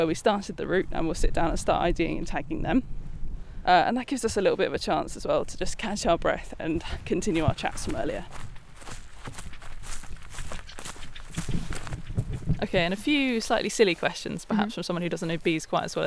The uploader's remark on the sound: A day out on the mountain, catching and recording Arctic bumblebees.